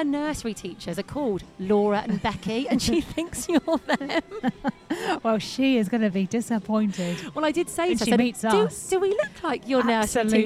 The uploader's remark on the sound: On this episode we are live from The Summer Beach Club at Meadowhall!!